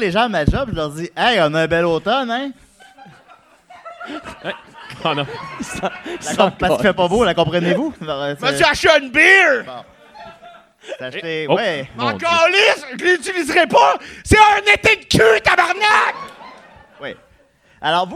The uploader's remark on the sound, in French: LIVE au Zoofest 2017.